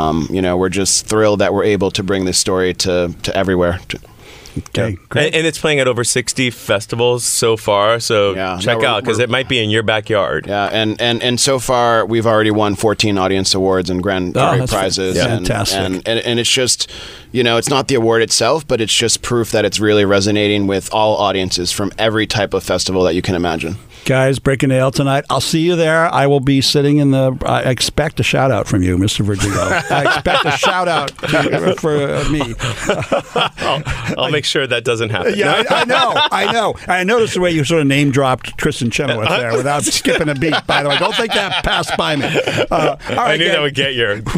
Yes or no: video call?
no